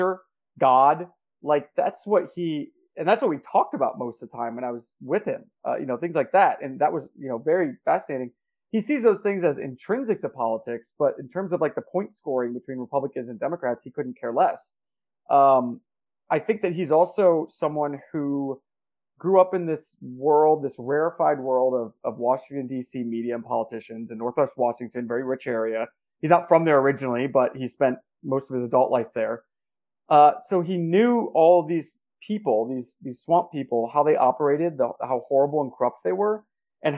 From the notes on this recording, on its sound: Unfortunately the mic quality is low in this interview, on account of a tech mishap.